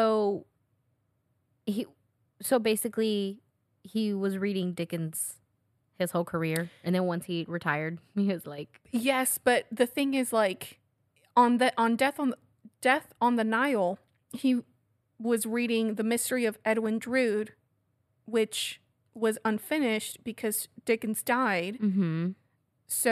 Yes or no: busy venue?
no